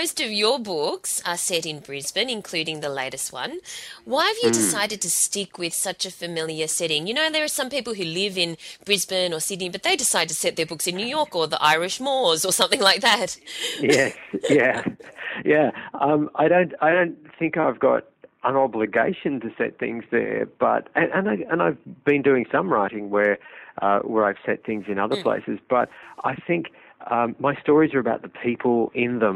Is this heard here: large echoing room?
no